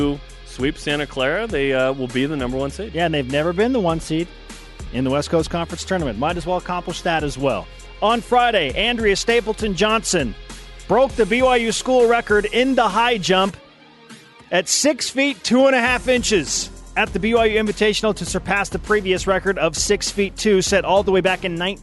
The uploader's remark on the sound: They are also joined over the phone